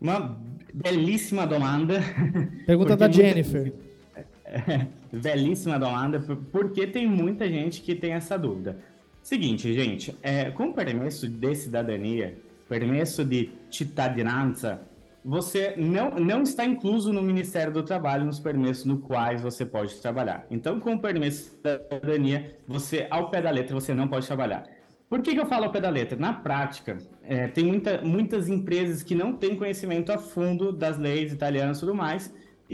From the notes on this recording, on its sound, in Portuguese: foi gravada diretamente no nosso evento presencial de São Paulo, no último dia 3 de dezembro.